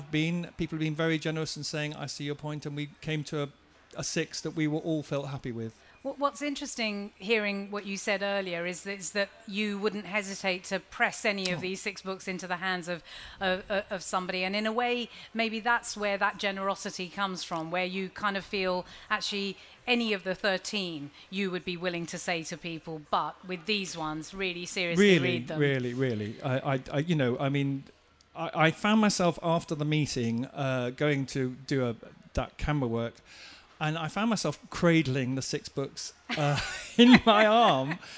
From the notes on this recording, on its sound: Live from Cheltenham Literature Festival. In the Green Room.